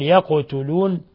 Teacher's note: ثم القاف ساكنة تقلقل